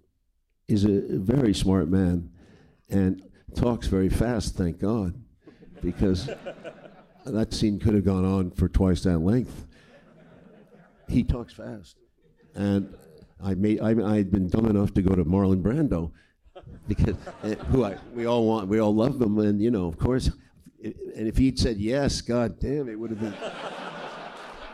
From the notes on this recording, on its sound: At the American Cinematheque. Live on stage.